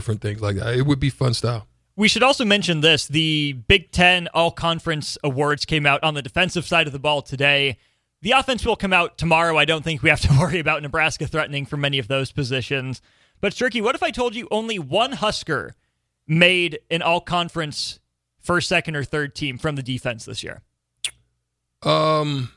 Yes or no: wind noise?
no